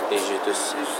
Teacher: إذا بدأت بها ضمينا ألف الوسط لأن الحرف الثالث من الفعل مضموم · Term: ضم الشفتين